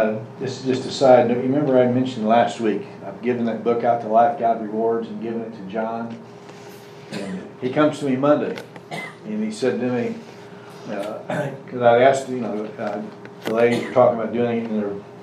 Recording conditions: large echoing room